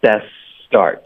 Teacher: best 的 t 的音应该省略，然后 best 的 s 跟 start 的 s 要连发